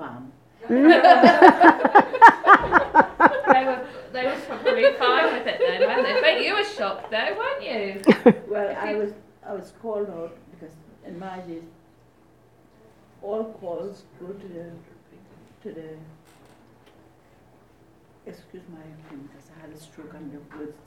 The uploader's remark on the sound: This episode was recorded at St William's Way Library on October 10th 2017 as part of their Tuesday evening series of talks.